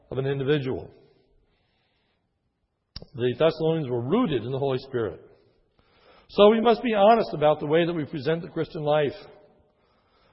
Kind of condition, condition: setting, large echoing room